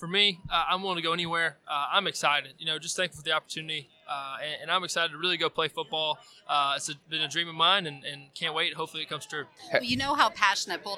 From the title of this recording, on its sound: on Super Bowl LIV Radio Row